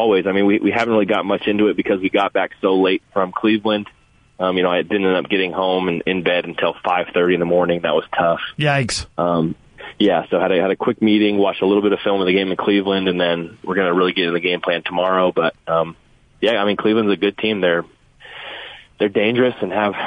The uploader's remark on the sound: called